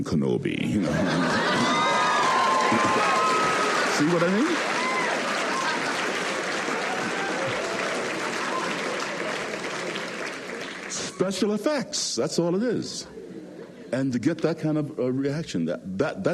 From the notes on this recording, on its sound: recorded at the Academy of Achievement's 1996 Summit in Sun Valley, Idaho